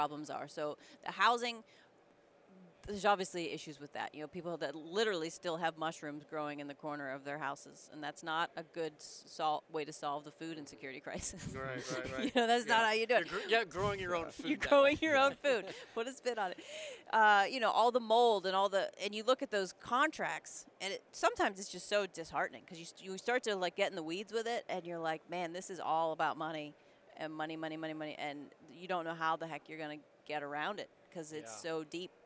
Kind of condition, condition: setting, busy venue